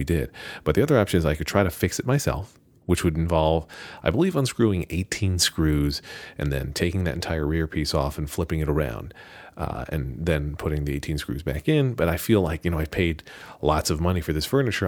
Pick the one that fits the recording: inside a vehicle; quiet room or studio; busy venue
quiet room or studio